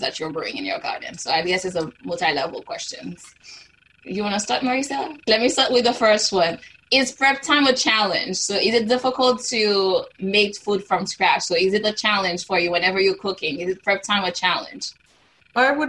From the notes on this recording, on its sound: This Zoom discussion was part of Conversations in the Neighborhood: Let’s Talk about Food , a discussion series presented by Florida Humanities, the University of Florida’s Center for the Humanities and the Public Sphere, and the City of Gainesville.